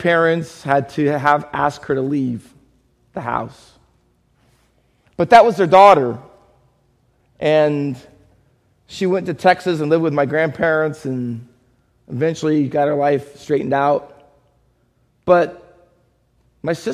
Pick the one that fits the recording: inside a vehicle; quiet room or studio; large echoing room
large echoing room